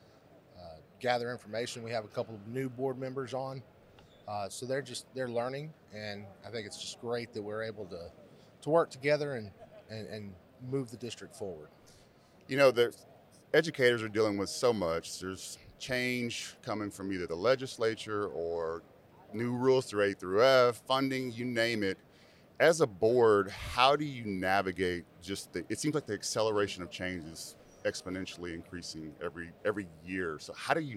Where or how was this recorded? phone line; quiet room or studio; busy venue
busy venue